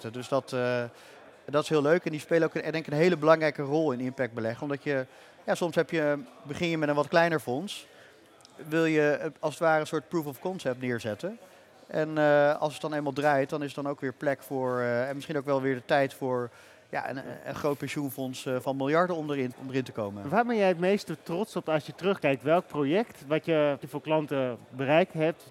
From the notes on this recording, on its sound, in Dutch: live vanaf het cardano-podium op Fund Seminar 2023